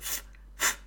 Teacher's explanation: There is no vibration whatsoever. So, f is a voiceless sound.